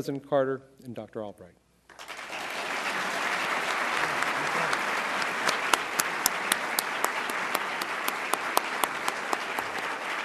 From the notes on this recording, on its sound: to a sold-out audience at The Carter Center